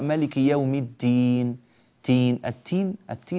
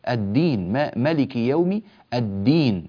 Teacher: حرف الدال من كلمة الدين، ينبغي العناية به أيها الأفاضل، لا تحولوا الدال إلى تاء · Shown in: second take